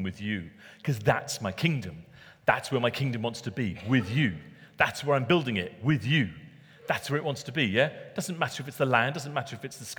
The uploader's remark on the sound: Recorded at Middlesbrough Community Church.